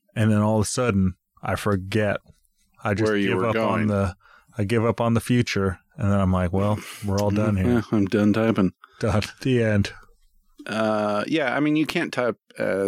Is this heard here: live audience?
no